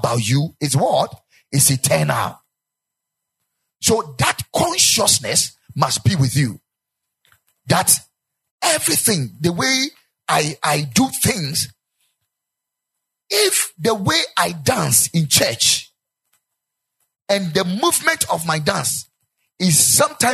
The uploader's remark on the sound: Preached at the Ekklesia Chapel